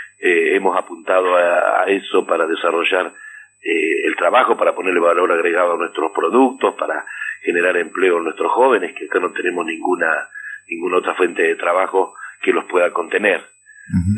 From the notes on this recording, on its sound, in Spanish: entrevista telefónica